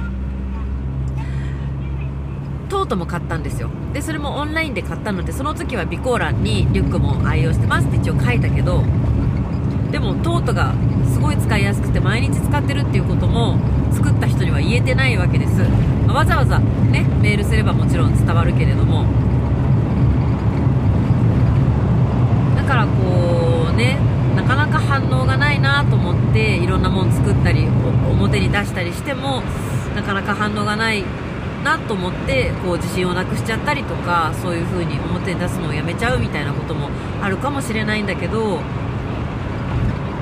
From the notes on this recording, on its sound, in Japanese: 熱海未来音楽祭に参加するために5時起きで熱海に向かう車の中から&踊り終わって帰る車の中から。